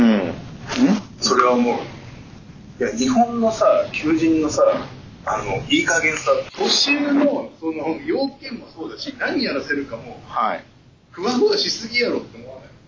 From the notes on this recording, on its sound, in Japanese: 今回収録の設定の不手際より聞き取りづらいところが多々ありますが、ご了承ください。